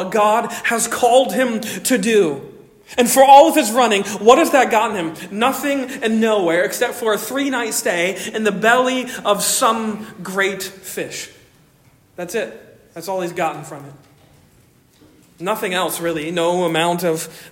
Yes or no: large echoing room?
yes